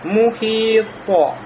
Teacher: И значит, это качество аль-калькаля появляется во время сукуна, когда у нас этот звук приходит с сукуном. Значит, появляется небольшое колебание, и это будет не чистый сукун, а уже появляется как будто небольшая частичка фатхи. То есть мы говорим мухито.